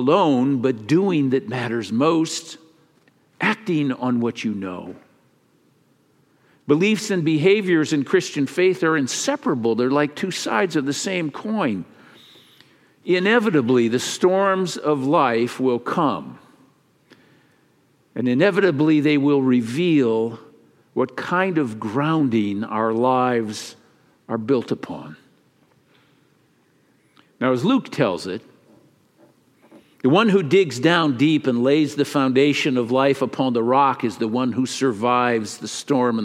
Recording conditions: large echoing room